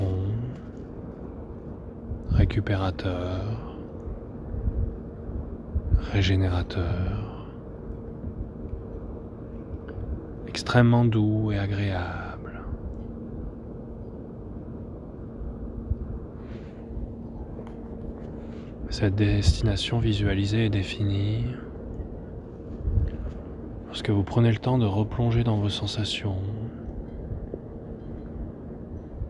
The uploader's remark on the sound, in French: Séance d'hypnose de 28minutes enregistrée en pleine nature sur une plage isolée.